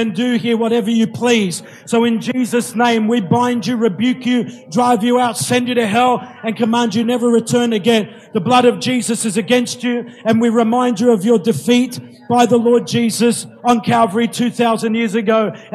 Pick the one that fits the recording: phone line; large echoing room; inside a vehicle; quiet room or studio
large echoing room